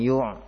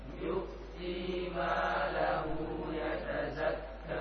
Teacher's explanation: Huruf hamzah, makhrajnya huruf hamzah di pangkal tenggorokan. · Shown in: second take · Jangan yu', ya.